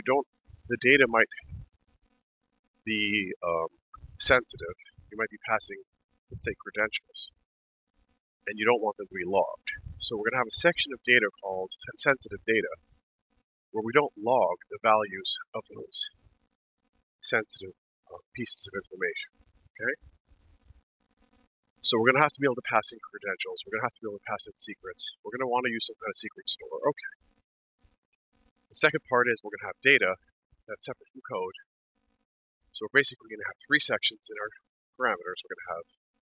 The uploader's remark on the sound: In this walking podcast